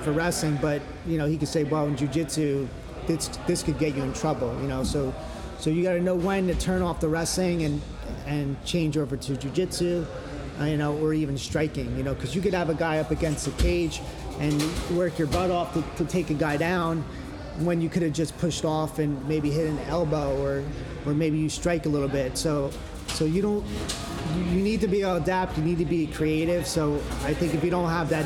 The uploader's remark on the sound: This interview was recorded at Edge Hoboken. Apologies for the background noise. We had just gotten off the mat and classes were going on.